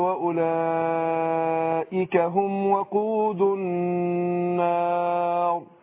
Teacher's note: ان النون المشدده هتاخد غنه حركتين